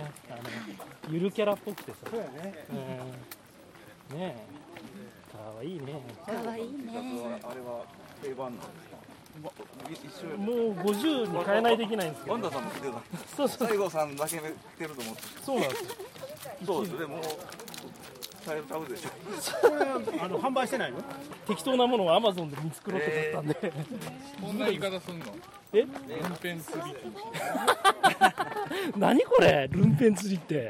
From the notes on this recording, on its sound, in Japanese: 奈良市佐紀古墳群をめぐるツアー中に録音した内容の一部をPodcastにしました。外での録音ですので雑音は多めです。